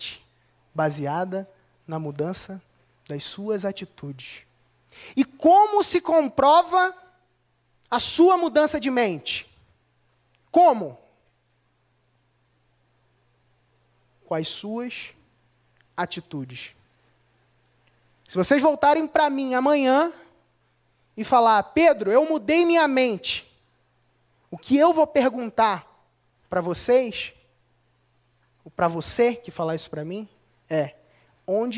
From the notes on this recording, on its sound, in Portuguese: Assista essa palestra exclusiva realizada no Acelerador Ao Vivo 2015.